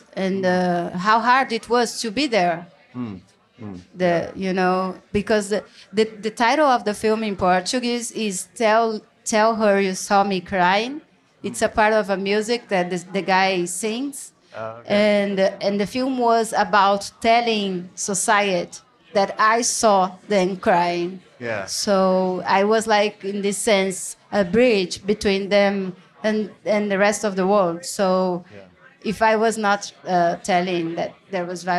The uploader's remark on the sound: The True/False festival (based in the college town of Columbia, Missouri) has grown into one of the most outstanding annual showcases for documentary film. “Toasted,” the True/False festival’s very late-night wrap-up event, in front of a lively audience.